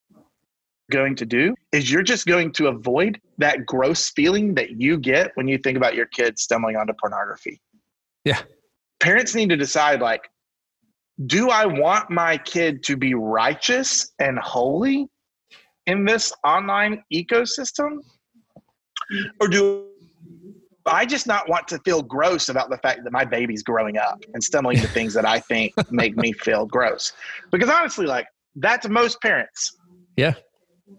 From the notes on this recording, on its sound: via Zoom